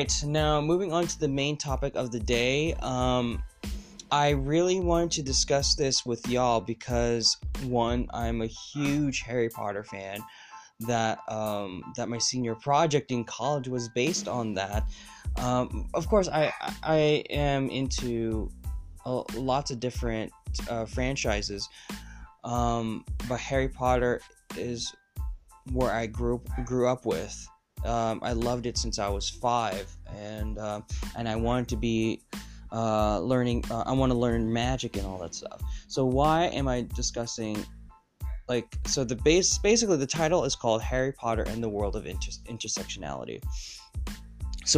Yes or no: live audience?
no